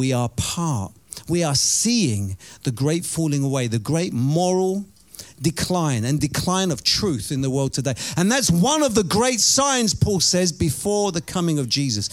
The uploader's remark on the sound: Preaching at Oasis Church, Watford, England